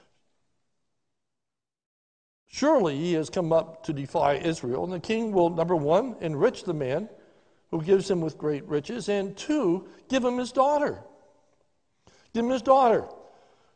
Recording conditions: large echoing room